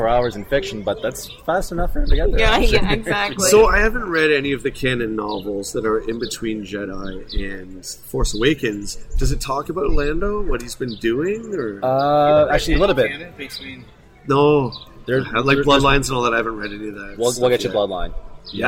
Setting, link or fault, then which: setting, busy venue